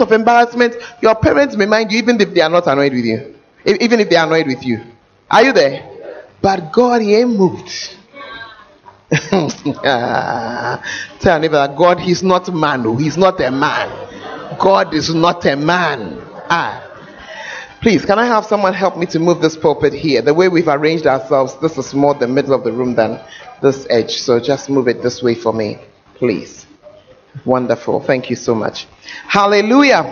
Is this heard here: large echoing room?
yes